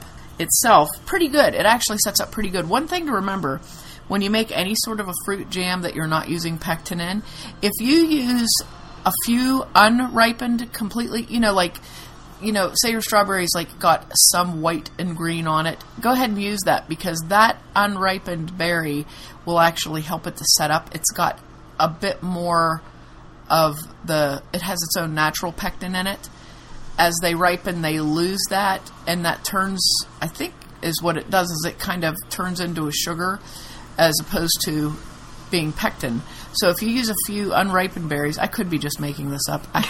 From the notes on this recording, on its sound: Also, we apologize for the background noise. It's the Stanley Cup finals and the tv kept getting turned up.